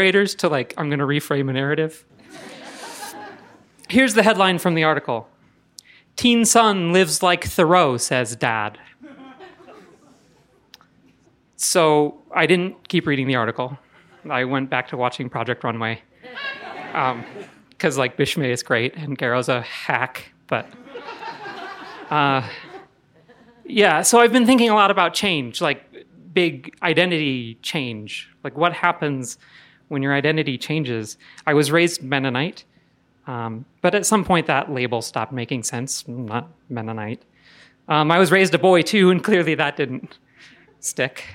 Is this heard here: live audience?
yes